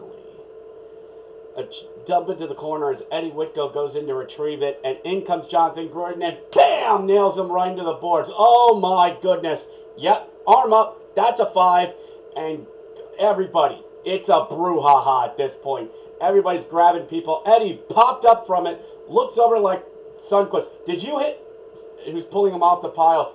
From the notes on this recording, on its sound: Apologizes for the audio, testing a new mic, to interesting results